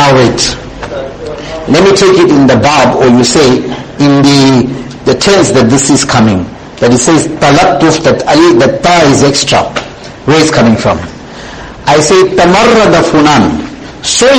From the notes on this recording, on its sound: Jumuah lecture